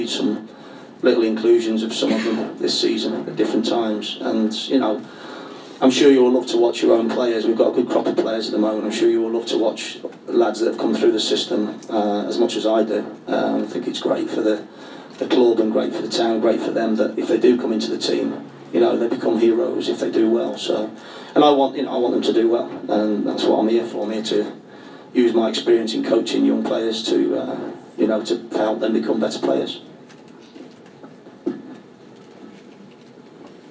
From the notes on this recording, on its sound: Was recorded in the Supporters Club. Spoke to a live audience of Leyton Orient fans.